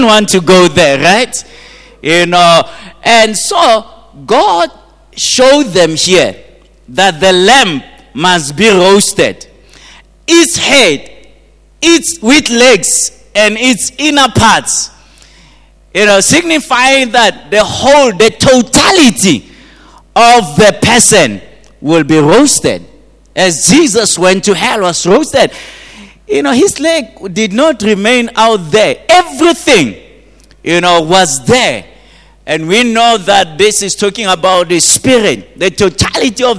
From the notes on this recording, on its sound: at GTCFC City Campus in the morning service.